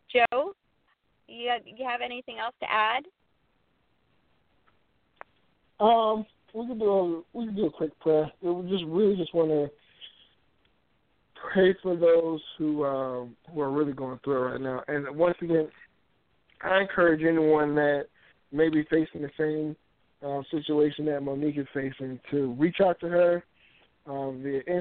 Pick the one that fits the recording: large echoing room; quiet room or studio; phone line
phone line